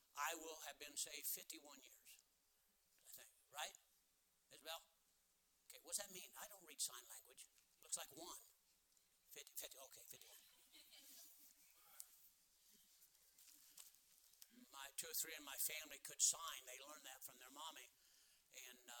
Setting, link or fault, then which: setting, large echoing room